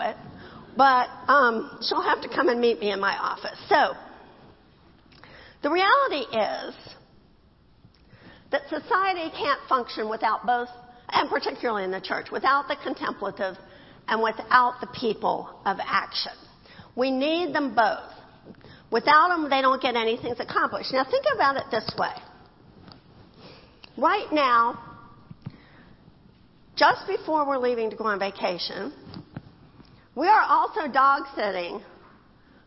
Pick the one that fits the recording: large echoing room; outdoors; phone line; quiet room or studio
large echoing room